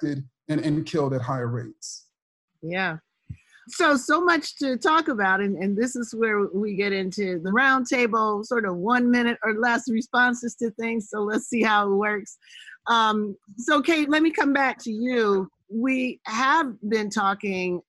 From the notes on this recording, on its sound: a virtual conversation over Zoom